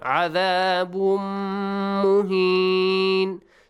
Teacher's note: Tanween plus mim. Idgham. Idgham. Merge the sound.